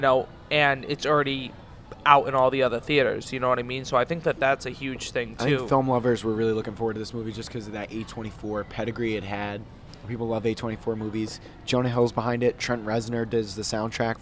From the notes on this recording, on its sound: (LIVE from IHOP). Coming to you LIVE from the IHOP in Providence.